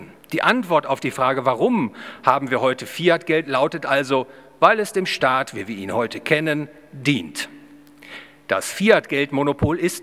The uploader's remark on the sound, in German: Gehalten auf der Ludwig von Mises Institut Deutschland Jubiläumskonferenz 2022 (10 Jahre). Im Bayerischen Hof in München.